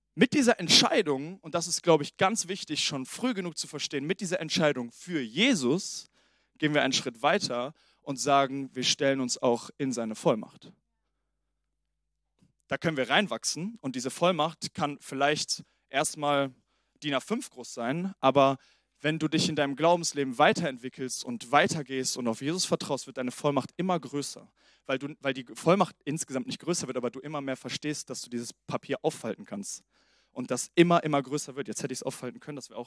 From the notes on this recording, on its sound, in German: Sonntagspredigt aus dem Standort Bochum.